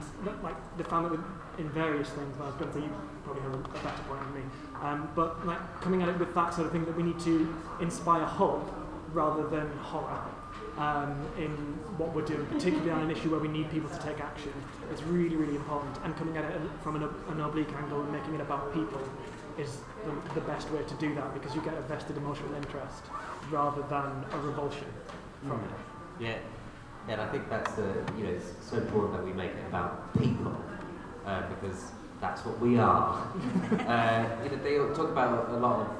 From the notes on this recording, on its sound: Recorded live as part of TakeOver 2019.